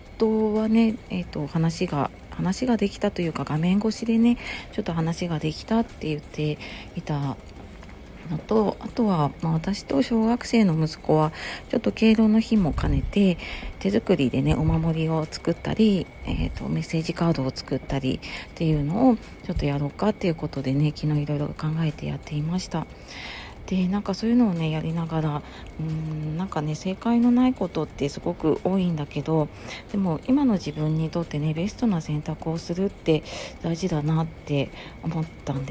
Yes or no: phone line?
no